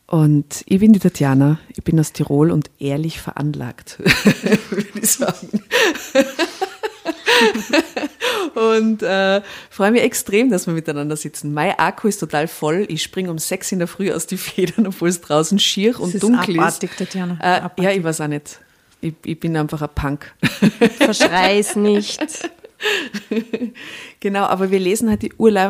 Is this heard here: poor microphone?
no